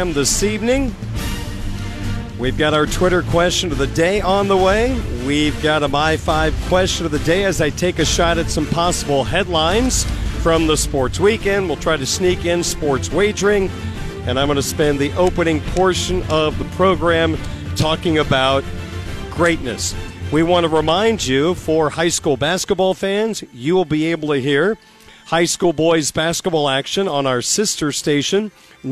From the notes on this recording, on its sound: Live at the Compton Family Ice Arena ahead of tonight’s hockey game.